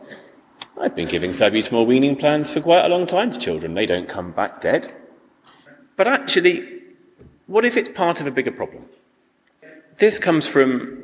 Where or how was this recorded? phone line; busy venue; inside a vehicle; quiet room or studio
busy venue